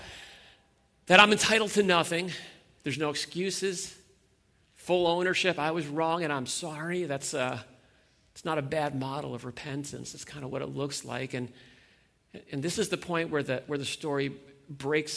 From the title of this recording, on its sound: Sunday Morning Worship Gathering